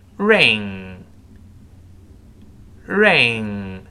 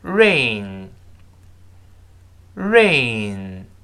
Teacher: her a nice ring 这个 ring 戒指注意 R-I-N-G 这里出现 N-G 了那舌根要拱上去了前面发 A 后面 N 注意先发 A A 最后舌根拱上去把喉咙堵死了我们读一下戒指这个词 Ring Ring 你看 A-A-N、舌根堵死了那再读一遍 Ring 好你要注意一下下雨那个词有它跟它有点像但其实完全不一样 R-A-I-N 前面发 A 后面是 NN 是个鼻音舌根是不会拱上去的哦我们读一下下雨这个词 Rain Rain 你看 Rain 是个鼻音舌根是不堵满喉咙的我们再读一下下雨 Rain 好再读戒指